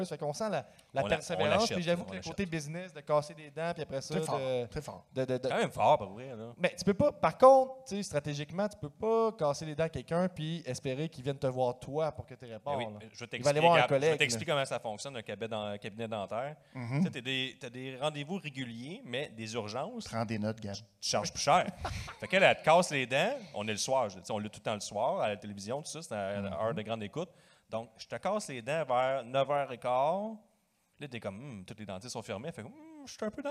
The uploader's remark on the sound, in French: live au FESTIPOD